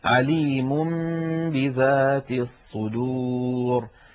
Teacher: لأن النون من طرف اللسان والباء من الشفتين، فإذا قلب النون التي هي لسانية وفيها غنة إلى حرف شفوي وفيه غنة وهو الميم فنطق ميما من الشفتين ثم باء من الشفتين بإطباقة واحدة كان هذا أسهل في النطق · Term: الإقلاب